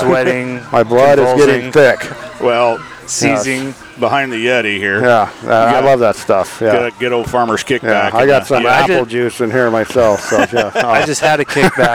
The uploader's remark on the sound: On location at the 2023 CA State Duck Calling Competition in Colusa, CA. This annual event hosted by Kittles Outdoor & Sport Co.